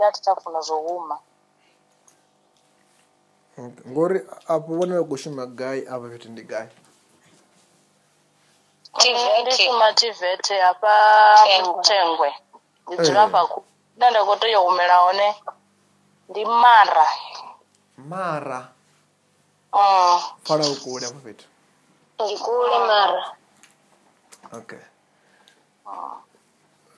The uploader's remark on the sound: healing over the phone